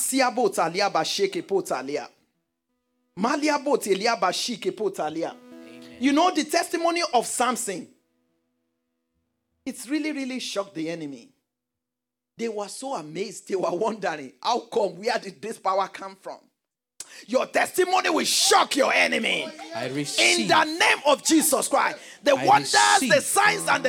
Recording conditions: large echoing room